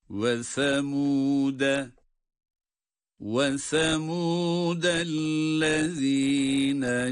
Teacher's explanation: Semud kelimesinin başındaki harf sa'dır, peltek okunacaktır.